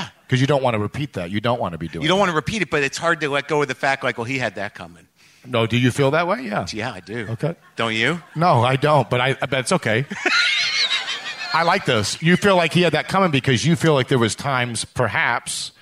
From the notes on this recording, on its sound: Take the stage in front of a live audience in Nashville, Tennessee, as part of The Wild West Comedy Festival.